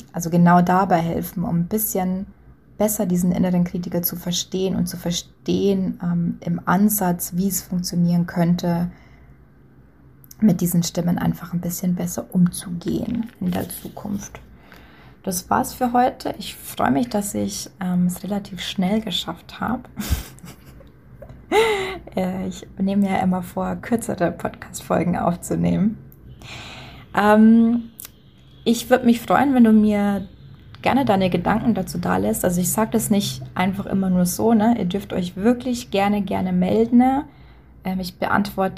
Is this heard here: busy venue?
no